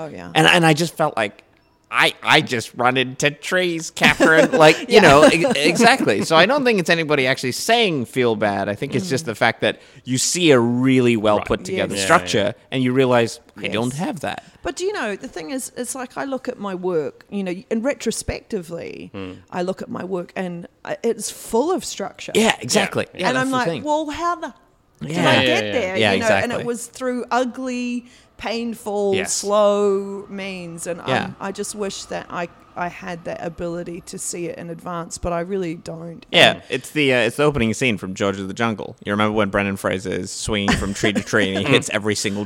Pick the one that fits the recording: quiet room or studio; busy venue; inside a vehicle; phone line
busy venue